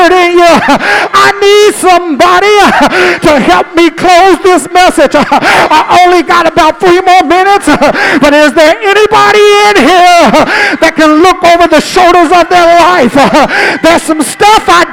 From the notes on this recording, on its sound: during our First Sunday Night Fellowship